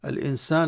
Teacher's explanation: نون ساكنة حكمها الإخفاء عند السين، وفي مد ألف طبيعي لكن الألف هذه غير مرسومة.